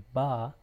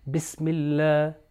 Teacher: با کا تلفظ جو ہے دونوں ہونٹوں کو ساتھ لگا کر ہی ادا · Term: دو ہونٹ